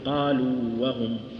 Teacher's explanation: ننطق المد كاملا من غير أن يدغم في الحرف الثاني · Term: حرف المد